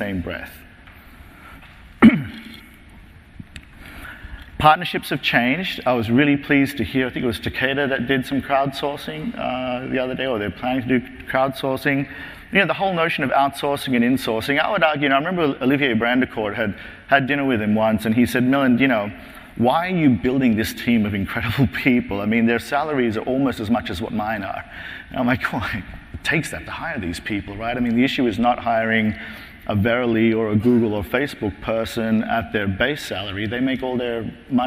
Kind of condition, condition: setting, live audience